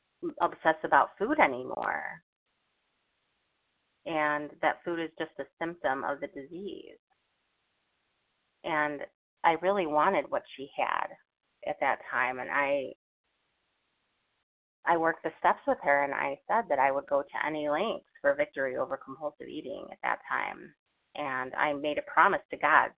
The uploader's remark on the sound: from the 100 Pounders Phone Meeting, 11/7/23.